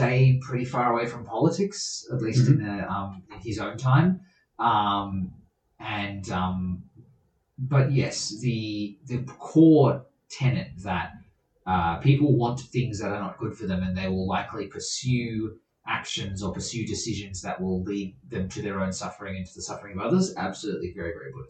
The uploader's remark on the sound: P.S - Yes the audio this week is also bad. Only one more week of bad audio to go!